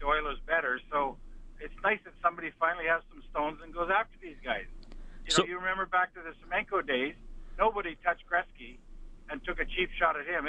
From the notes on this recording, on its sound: opens up the phones for your thoughts